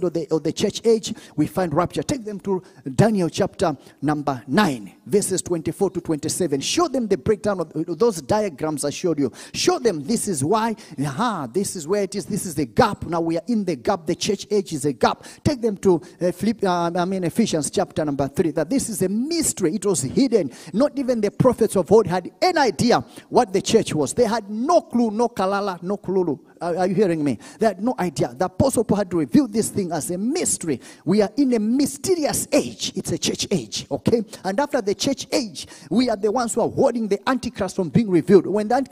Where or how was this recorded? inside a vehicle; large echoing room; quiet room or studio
large echoing room